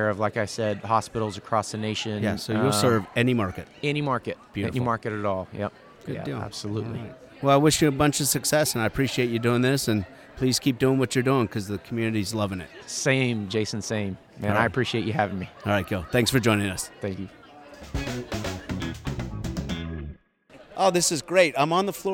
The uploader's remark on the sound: Live From ASET 2023!